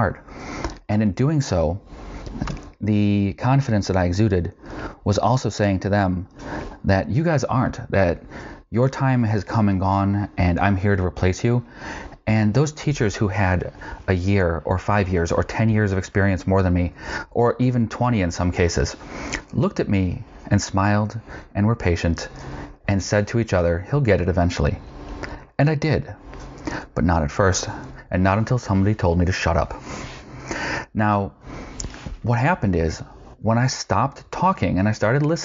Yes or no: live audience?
no